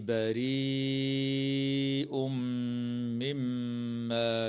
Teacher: ويدغم التنوين في الميم مع الغنة